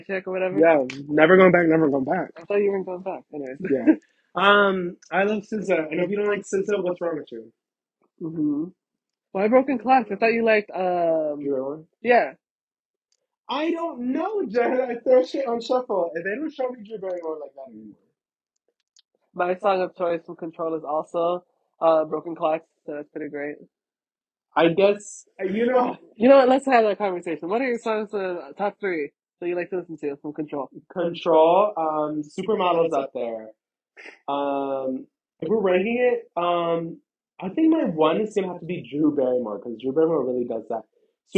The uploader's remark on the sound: Sorry for the audio troubles! It's just our singing lol. Join us for our in-person recording as we sing along to our favorite songs.